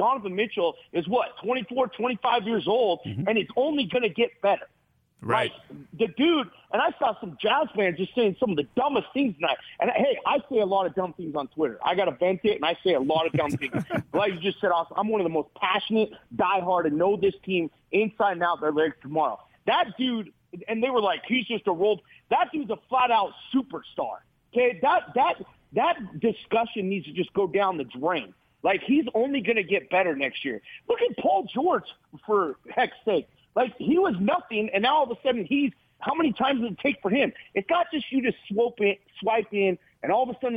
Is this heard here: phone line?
yes